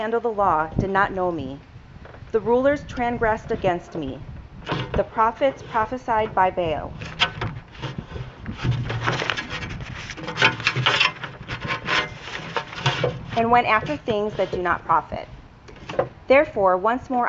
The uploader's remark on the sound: Since it was preached at an outdoor service, you will hear some extraneous sounds!